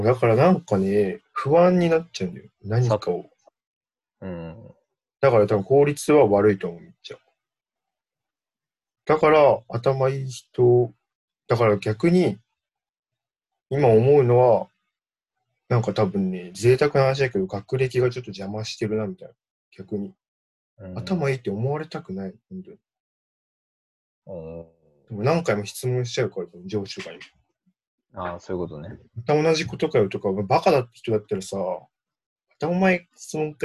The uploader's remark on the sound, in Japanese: リモート録音なので音質はそこまでよくありません。